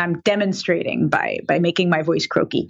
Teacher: we also might use vocal fry, and I'm demonstrating by making my voice croaky